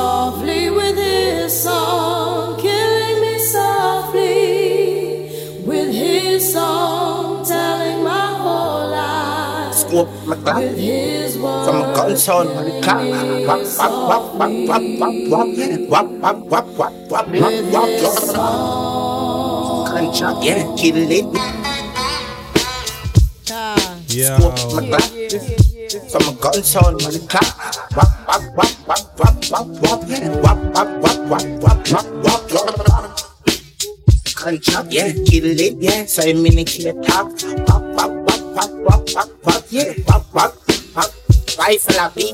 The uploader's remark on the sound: Live Audio I 9/16/23 I Attic Night Club